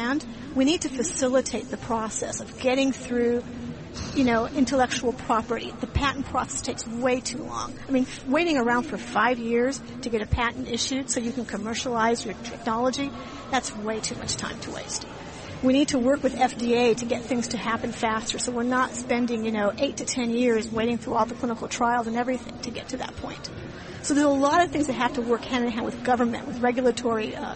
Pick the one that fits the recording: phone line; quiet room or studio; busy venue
busy venue